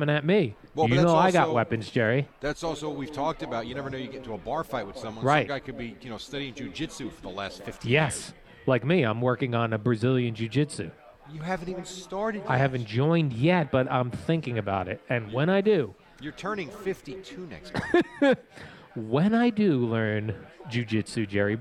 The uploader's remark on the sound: Live From the Boat Party